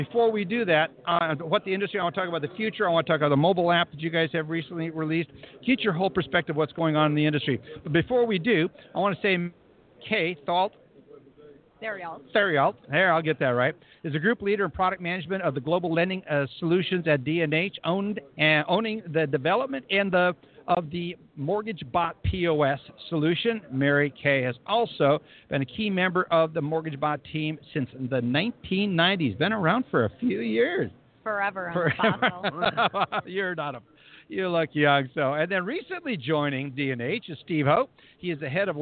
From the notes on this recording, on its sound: "LIVE" from the MBA conference in Boston, MA. 'live' from the D+H booth at the MBA conference in Boston.